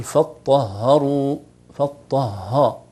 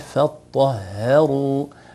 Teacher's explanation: مثلها التفخيم، حرف الهاء حرف ضعيف، بعض الناس يقول فطهروا فطه، فالصحيح فطهروا، الهاء مرققة ولا ينبغي أن تتأثر بالطاء قبلها · Shown in: second take